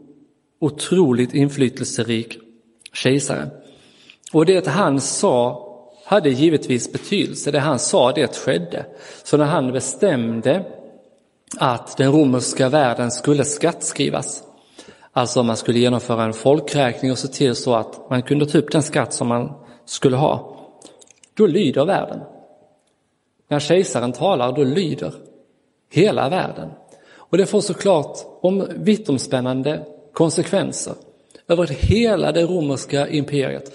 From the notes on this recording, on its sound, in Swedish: Inspelad i Roseniuskyrkan den 25 december 2022.